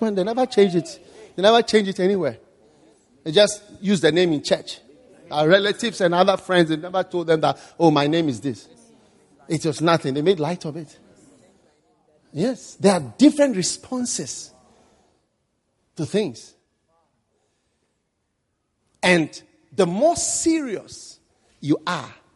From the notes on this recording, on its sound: Preached at the First Love Gathering Service.